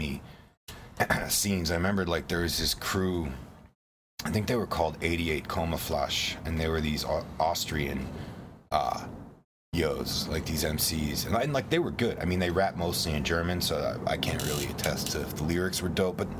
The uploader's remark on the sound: We recorded this on his front porch in Pittsburgh, on Black Friday